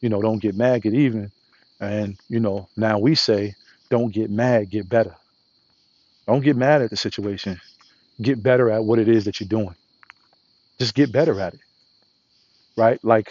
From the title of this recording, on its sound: Walk & Talk